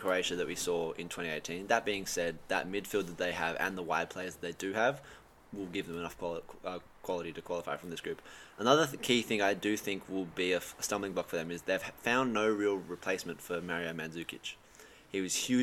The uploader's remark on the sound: the boys brave the elements outside